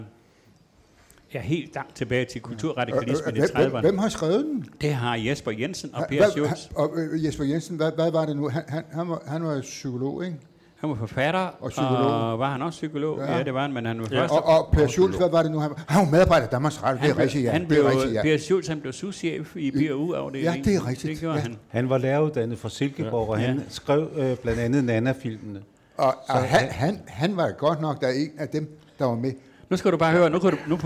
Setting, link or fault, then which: setting, live audience